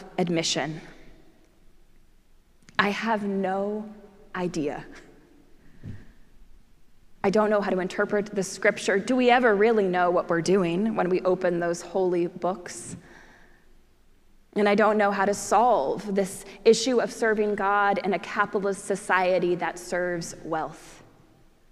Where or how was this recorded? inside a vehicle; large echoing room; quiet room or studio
large echoing room